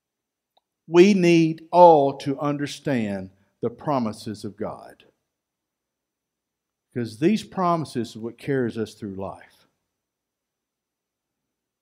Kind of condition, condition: setting, large echoing room